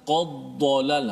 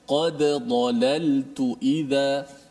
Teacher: yang mesti kita izharkan matikan dal tu qalqalah jangan qaddalal ha, jangan masukkan dal dalam dhad dal tu kena matikan · Shown in: second take